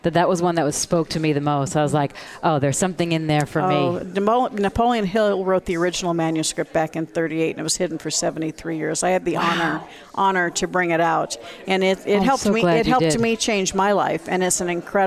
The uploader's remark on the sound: Broadcast Live form the Largest Women's conference in the USA! We will be live for 2 days bringing you all the event action, keynote speakers and VoiceAmerica hosts.